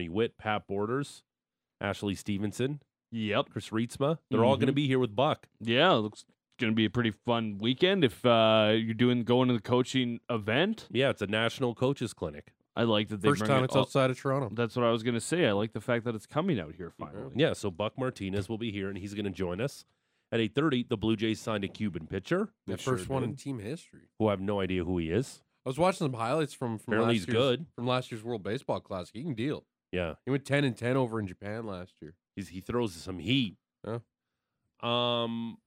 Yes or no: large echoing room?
no